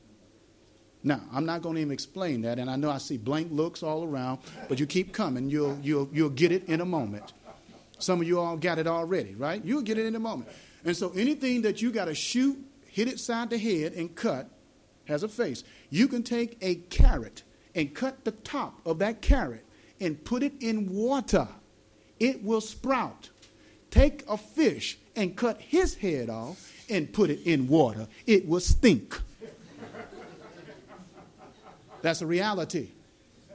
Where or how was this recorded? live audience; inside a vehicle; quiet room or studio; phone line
live audience